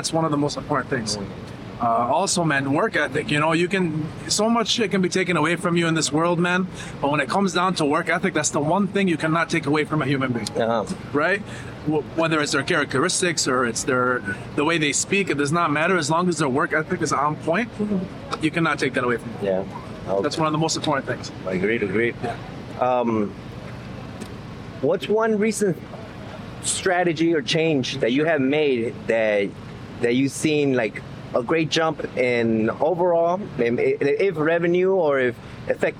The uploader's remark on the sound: Interviews at Veecon 2023